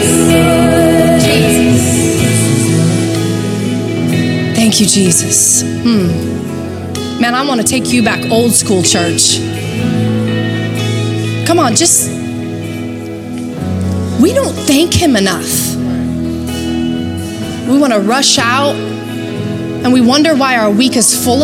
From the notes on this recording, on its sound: Recorded live at Capital Church in Meridian, Idaho